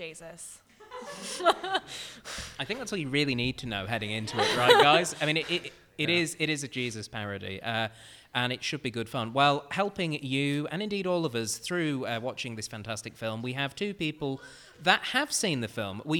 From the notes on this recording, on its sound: CCUC Live! A live audience.